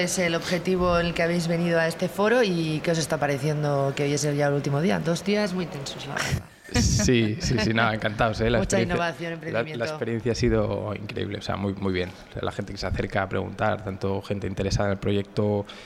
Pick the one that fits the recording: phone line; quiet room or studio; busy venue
busy venue